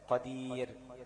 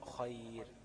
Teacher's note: دي راء برضو ساكنه وقع بها ياء، بس الياء دي ايه لينه، في كلمه قدير ومصير الياء هنا ايه ماديه، لان هي ساكنه قبلها ايه مكسور فتبقى ياء مد. لكن كلمه خير دي ياء ساكنه قبلها ايه قبلها مفتوح اللي هي الخاء، فتبقى ايه ياء لين